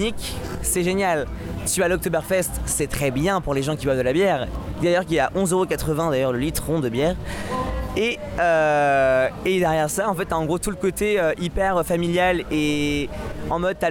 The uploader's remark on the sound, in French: Rencontre avec Extinction Rébellion de Berlin. Reportage en direct de l’action et interview de militants.